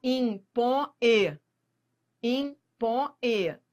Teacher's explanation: eu tô indo da vogal para semivogal. Então, eu tenho aqui um ditongo. · Apesar de ser aí um ditongo, mas é ditongo decrescente. Você não consegue separar.